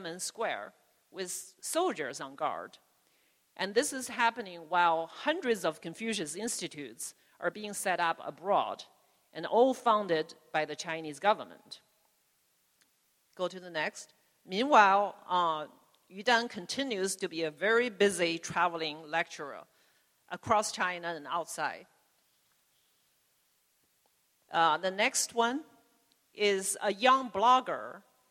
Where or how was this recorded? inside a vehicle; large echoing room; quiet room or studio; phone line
large echoing room